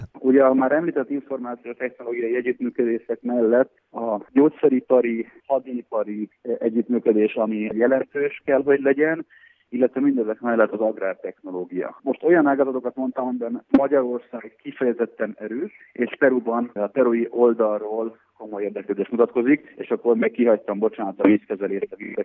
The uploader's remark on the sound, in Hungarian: Perui külgazdasági attasé is csatlakozott egy telefonos interjú keretében.